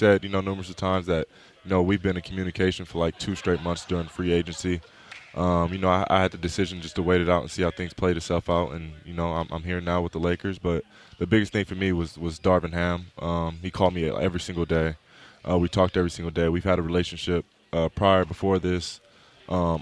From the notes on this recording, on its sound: LIVE from LAKERS Media Day in EL Segundo!